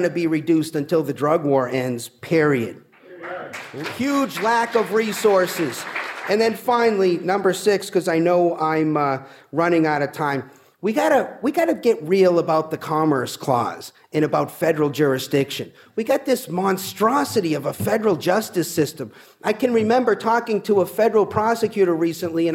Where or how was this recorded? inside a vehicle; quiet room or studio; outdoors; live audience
live audience